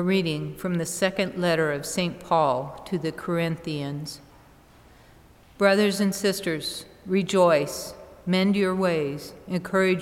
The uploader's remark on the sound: Mass from Holy Spirit Catholic Church in Creston Iowa